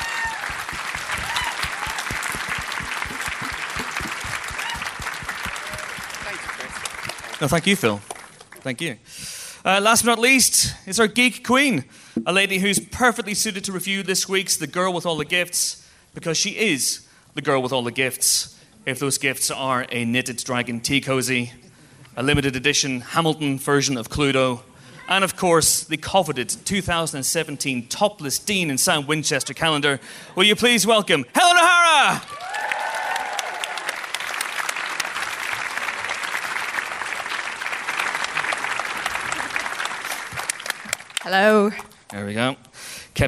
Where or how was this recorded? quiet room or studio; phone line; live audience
live audience